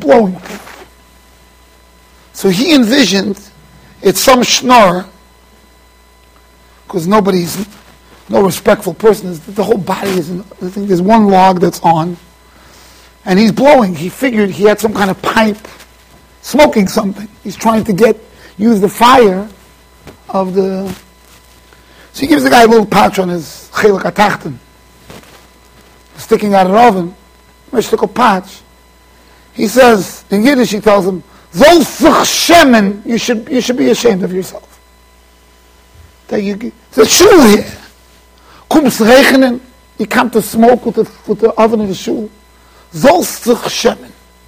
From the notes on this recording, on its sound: Shiur recorded in Yeshivas Ohr Reuven, Monsey NY.